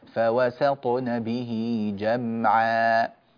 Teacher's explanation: في قوله تعالى فوسطن به جمعا ننبه إلى ترقيق السين، لا نقول فوسطن، بعض الناس يفخم السين يقول فوصا، لا يجعلها صادا، فوسا فوسطن ترقيق السين، فوسطن به جمعا هكذا.